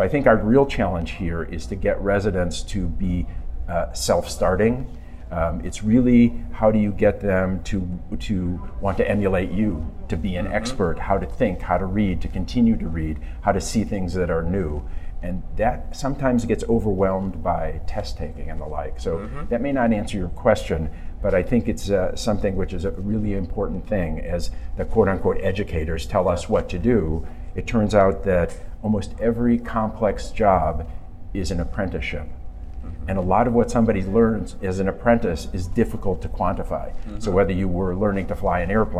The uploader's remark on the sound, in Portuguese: gravado durante o 23ª Curso de Atualização em Imagem